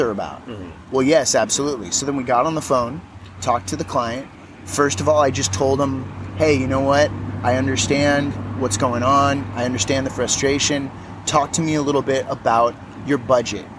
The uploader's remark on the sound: Go outside and record this podcast while sitting on a pier by a lake with ducks in Orange County.